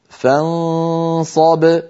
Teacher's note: بينما الباء شديدة وساكنة فزمنها قصير